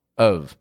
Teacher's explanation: It gets a schwa. That's like this, real quick, quiet, weak sound, And the F on the ending doesn't actually sound like an F. It sounds like a V. Of. Pronouncing O-F as of.